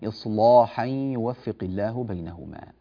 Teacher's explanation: كلمة إصلاحا هنا عندنا فيها تغليظ للام، لام مفتوحة قبلها صاد ساكنة، فينبغي أن تغلظ اللام